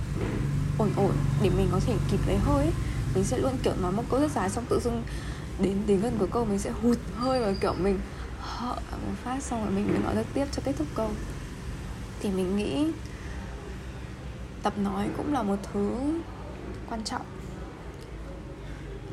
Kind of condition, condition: fault, background noise